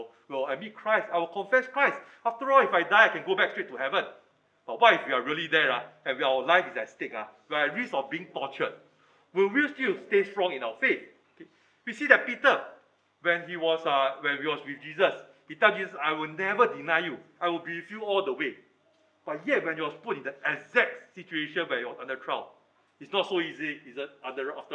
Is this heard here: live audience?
yes